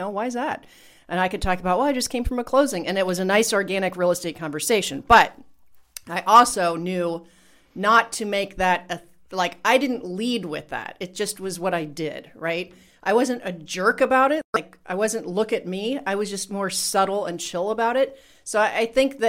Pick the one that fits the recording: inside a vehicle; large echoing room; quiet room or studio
quiet room or studio